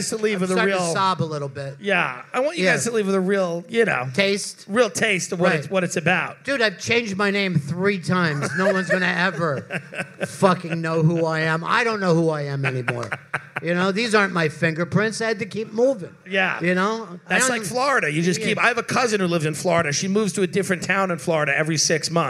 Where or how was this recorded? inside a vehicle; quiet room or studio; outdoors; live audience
live audience